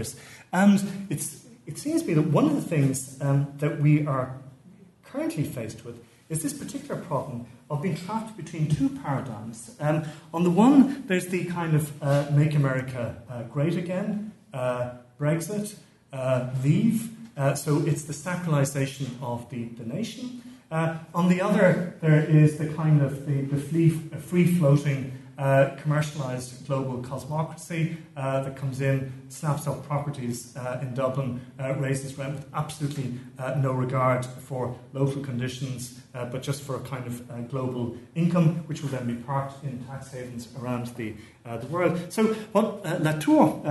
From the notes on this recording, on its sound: keynote lecture as part of the HI's 2018 Postgraduate Scholars Conference